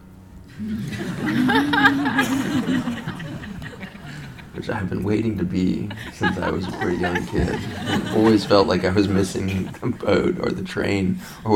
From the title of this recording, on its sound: LIVE at Tierra Iris Farm